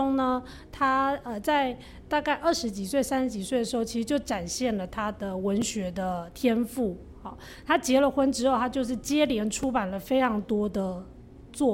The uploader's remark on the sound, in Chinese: 本集節目是《人間失格》系列活動第三場（重新做人製作委員會！「別緊盯著鏡子，跳Poppinig 要有自己的律動！」）的現場錄音喔！